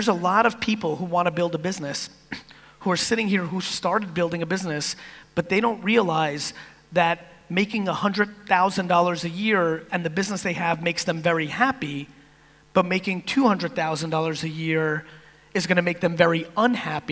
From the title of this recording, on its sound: National Achievers Congress - Kuala Lumpur Keynote